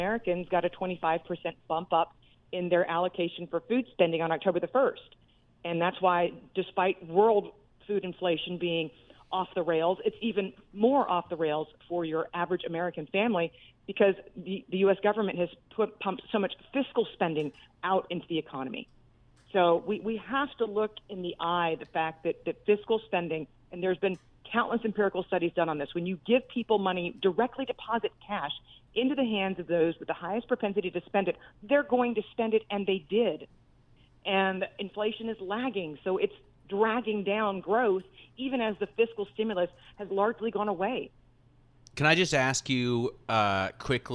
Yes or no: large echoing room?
no